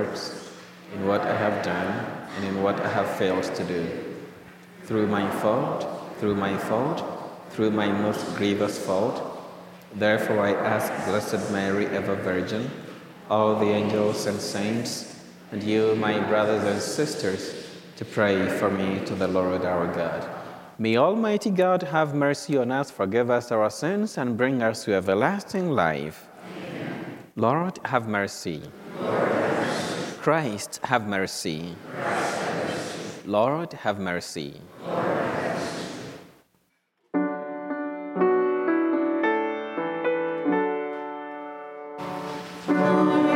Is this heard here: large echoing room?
yes